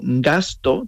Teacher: La S la quita y alargas la T. · Term: alargamiento de consonantes